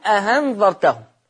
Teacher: ورش ما يحققش الهمزة التانية ابدا